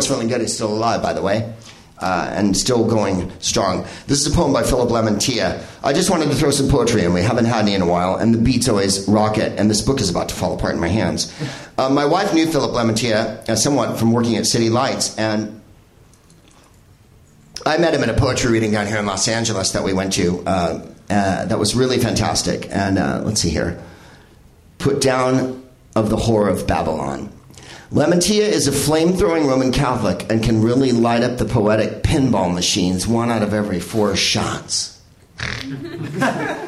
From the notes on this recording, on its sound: Live from the NerdMelt Showroom in LA